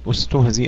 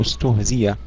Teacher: ولقد استهزي برسل من قبلك، أيضا يبدل الهمزة ياء مفتوحة · Shown in: second take